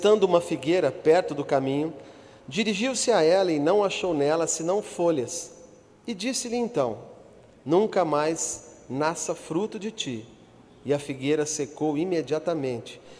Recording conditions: large echoing room